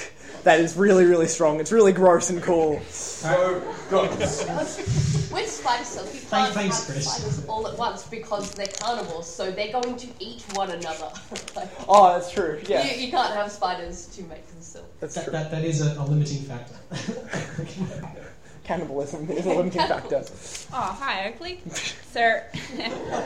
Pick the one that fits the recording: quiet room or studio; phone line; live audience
live audience